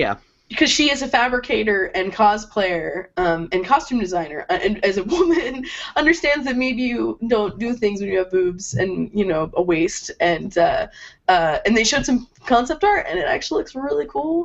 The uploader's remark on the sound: An episode recording via Google Hangouts.